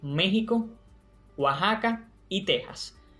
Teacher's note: la X conserva su antiguo valor como representante del fonema J, como mismo ocurre con otros topónimos, como México, Oaxaca.